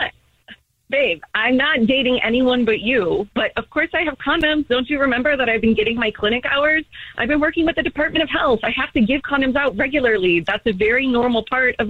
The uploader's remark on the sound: There is a woman on the phone who thinks her girlfriend is cheating on her because of what she found in her car!